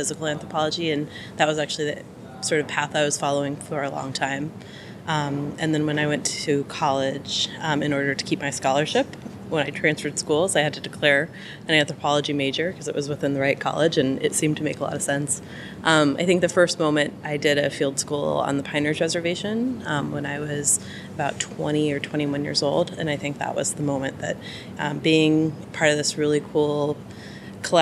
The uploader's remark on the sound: We’ve got a roving mic on the loose. Roamed the halls of the 2019 joint meeting of the American Anthropological Association and Canadian Anthropology Society in Tkaronto/Toronto.